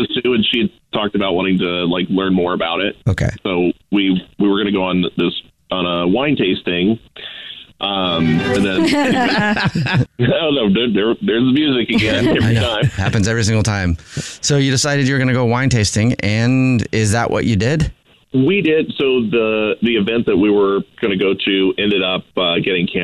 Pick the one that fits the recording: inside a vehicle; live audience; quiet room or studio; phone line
phone line